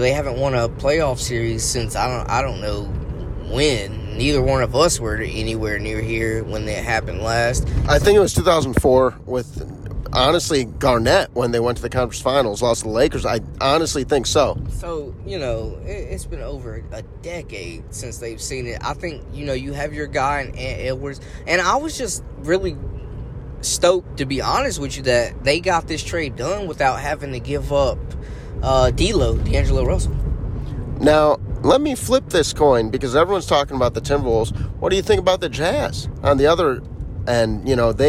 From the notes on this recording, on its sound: Go for a car ride. In this unedited raw audio file.